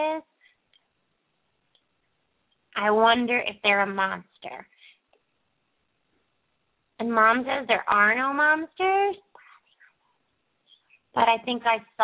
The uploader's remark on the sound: open up the lines for listeners to call